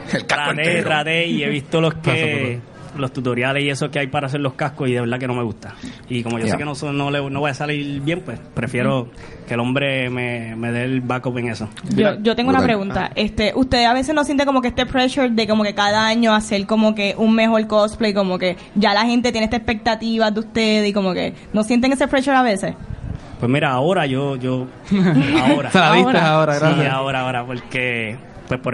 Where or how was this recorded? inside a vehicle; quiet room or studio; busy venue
busy venue